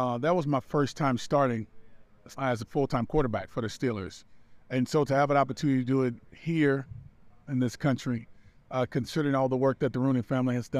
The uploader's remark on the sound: Soundbites from this morning's event in Croke Park